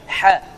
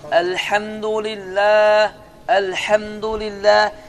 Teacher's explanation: İki hə var ki, bunların biri boğazın ortasının sıxılması nəticəsində hə.